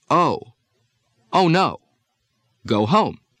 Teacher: The first is the English long O. In standard American speech, long O is a diphthong or double vowel.